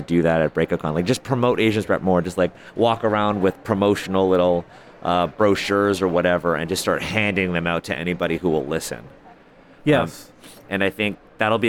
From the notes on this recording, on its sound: Live from Big Bad Con 2023. Enjoy this collection of live interviews. In San Francisco!